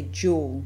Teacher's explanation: New Zealanders and many English speakers from other countries also will say dual instead of dual. That d y becomes j.